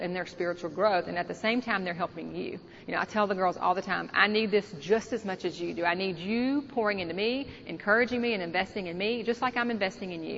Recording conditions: busy venue